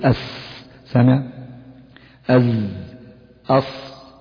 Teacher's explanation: الصفير هو صوت زائد يصاحب أحرف الصفير الثلاثة السين والصاد والزاي